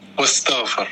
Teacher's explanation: لم تنطق الهمزة إذن هي همزة وصل